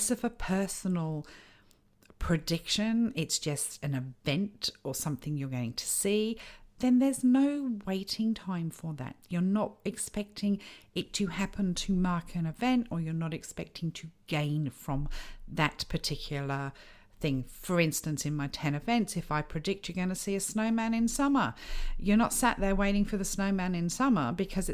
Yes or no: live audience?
no